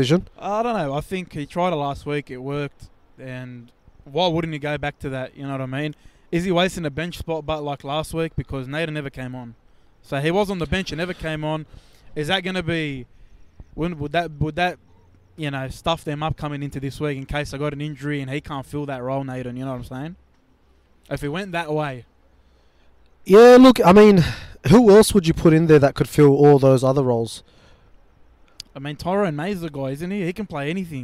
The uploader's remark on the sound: ON LOCATION from ANZ Stadium